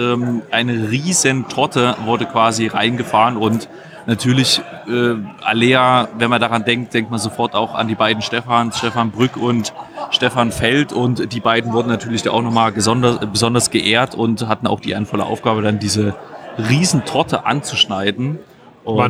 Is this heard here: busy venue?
yes